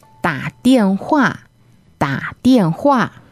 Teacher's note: Third tone and then 2 fourth tones.